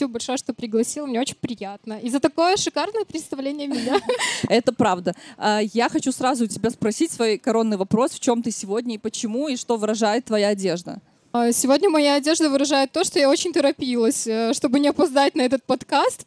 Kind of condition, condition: setting, busy venue